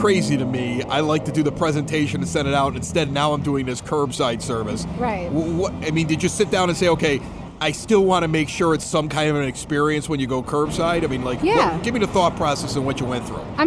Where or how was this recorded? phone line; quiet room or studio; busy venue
busy venue